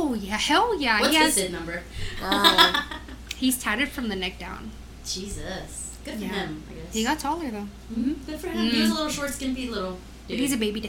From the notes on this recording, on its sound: Sorry for the echo in the audio!